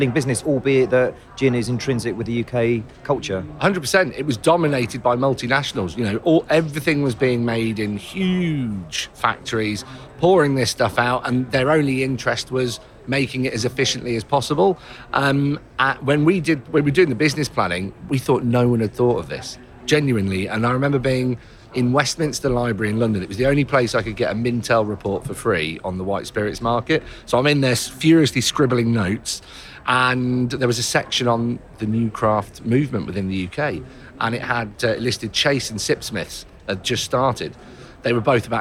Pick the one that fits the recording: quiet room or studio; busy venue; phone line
busy venue